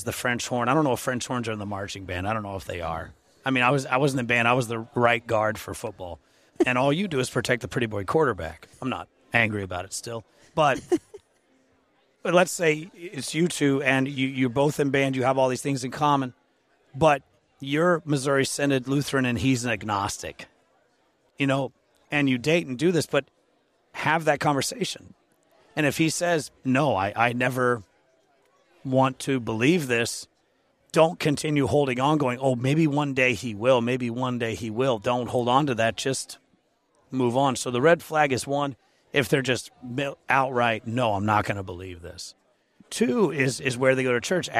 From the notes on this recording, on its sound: at the Higher Things conference in Carbondale, IL